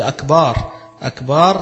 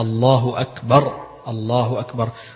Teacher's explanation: لا يمد لفظة أكبر لأنه يجعل فيها ألفا · Shown in: second take